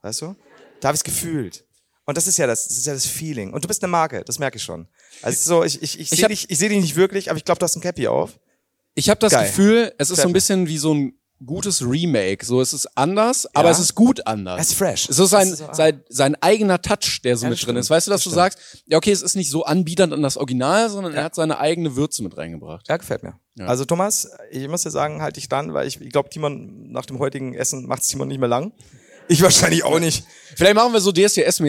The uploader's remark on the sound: LIVE in Frankfurt.